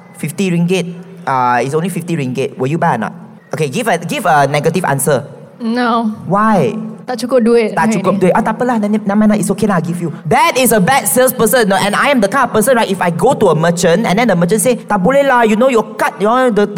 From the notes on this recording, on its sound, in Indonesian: Secara LIVE di Youth Empowerment Fair 2024